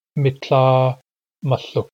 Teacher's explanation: So they're very similar, but they are distinguished by the first vowel and whether the middle consonant is a barred L or a barred lambda